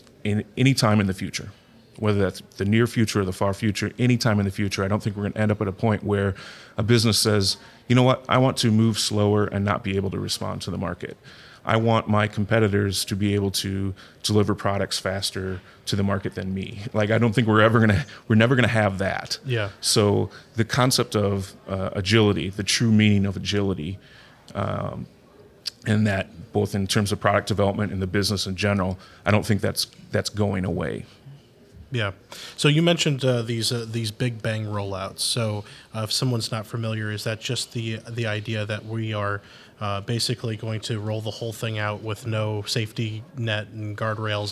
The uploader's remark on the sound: Live From Agile Midwest